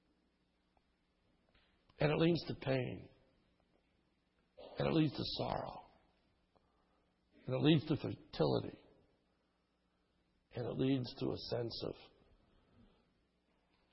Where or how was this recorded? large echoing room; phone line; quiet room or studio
large echoing room